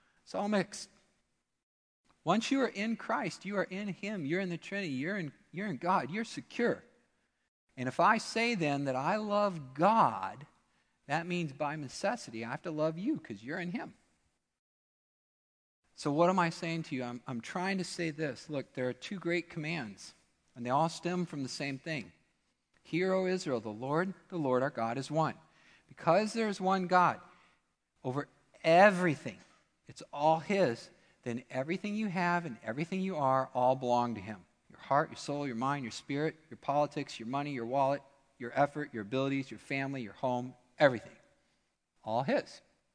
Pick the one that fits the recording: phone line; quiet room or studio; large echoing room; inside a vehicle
large echoing room